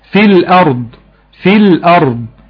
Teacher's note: بيتخلص من التقاء الساكنين بحذف حرف المد